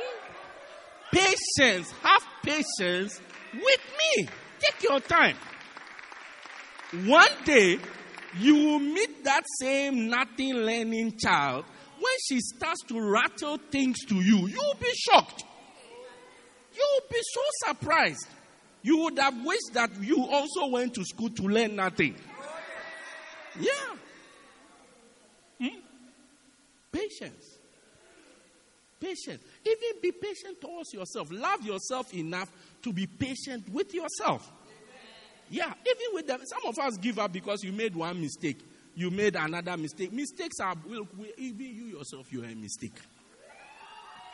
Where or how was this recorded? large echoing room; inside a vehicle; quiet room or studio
large echoing room